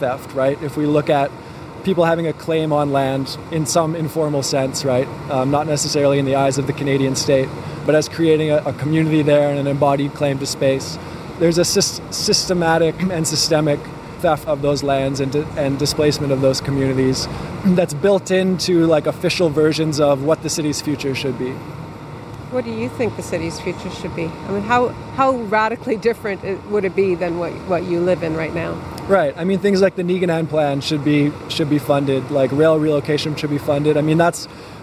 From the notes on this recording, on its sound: Exploring Inner City Winnipeg. For a walking tour of inner-city history.